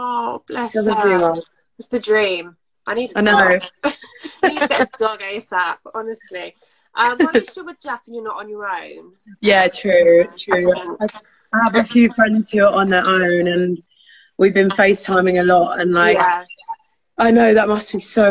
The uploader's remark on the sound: Recorded live from our Instagram Live Chat